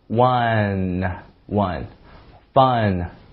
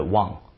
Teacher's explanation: 它不是读 ang，它是相当于是英文的那个，呃，中文的那个暗，然后加鼻音 · Shown in: first take